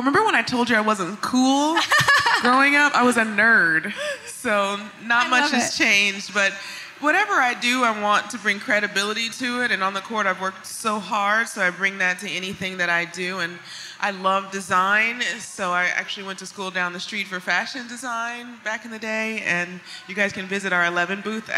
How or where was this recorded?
busy venue